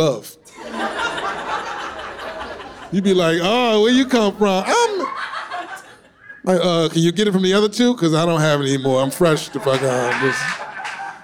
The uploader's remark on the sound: shot on location at NYC’s Westside Comedy Club